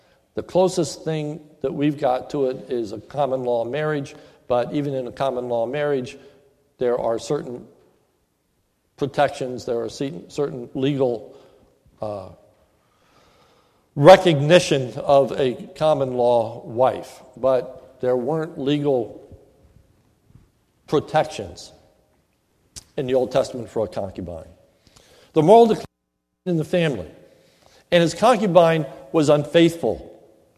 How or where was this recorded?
large echoing room